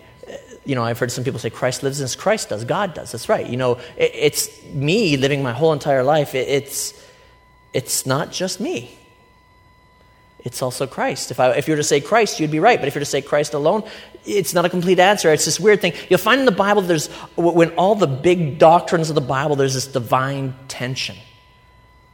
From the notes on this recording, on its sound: A recent sermon I delivered at Life Church. It happened to be a service in which we were baptizing a group of new believers.